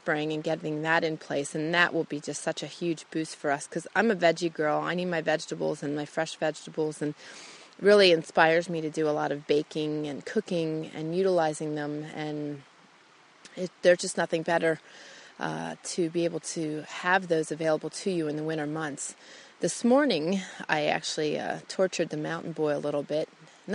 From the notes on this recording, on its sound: I take you out into the Idaho wilderness on this amazing, crisp, sunny day to record my show.